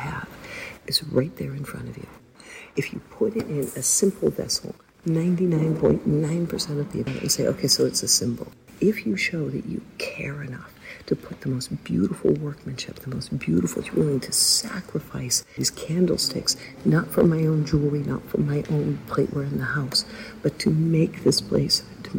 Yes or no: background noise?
yes